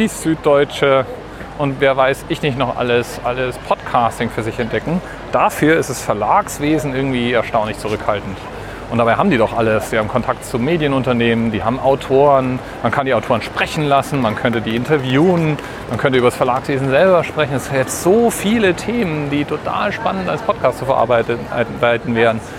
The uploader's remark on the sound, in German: Heute mal wieder eine Aufnahme von unterwegs, diesmal von der Frankfurter Buchmesse.